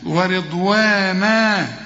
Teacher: اذا وقفت على ورضوانا اديها ألف كاملة، لان كل فتحتين في القرآن يجوا على اي حرف من حروف الهجاء ما عدا التاء المربوطة يدوك ألف كاملة عند الوقف، تقول ورضوانا، وما تقولش ورضوانا ورضوانا، لا ورضوانا، ألف كاملة.